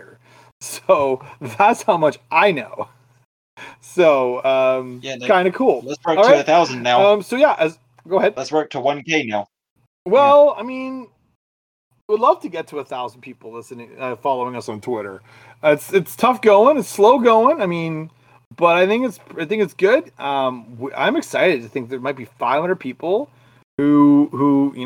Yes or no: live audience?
no